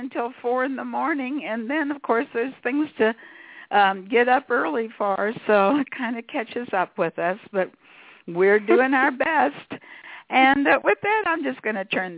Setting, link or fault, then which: link, phone line